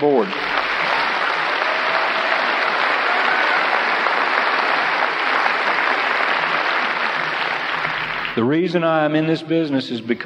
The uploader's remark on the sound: This session was originally recorded at a national convention